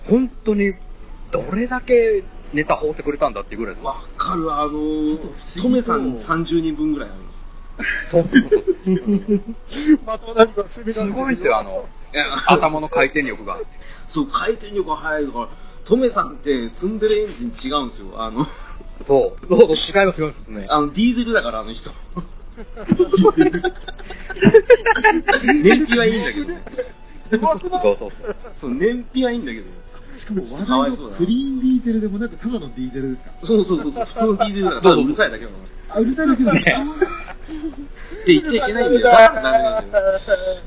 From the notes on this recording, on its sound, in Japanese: 復活のツイキャスです。諸都合で外での収録だったため、車の通る音なども聞こえますがご容赦ください。